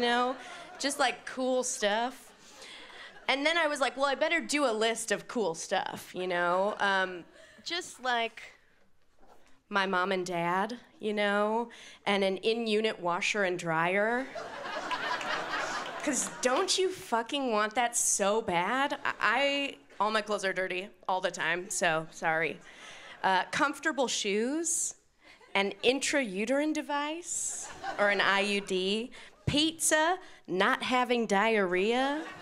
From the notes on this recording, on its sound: brings her comedy to the Montreal Festival